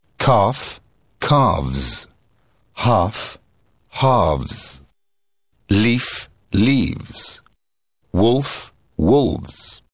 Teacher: «f» меняется на «v», а суффикс «es» читается как «z»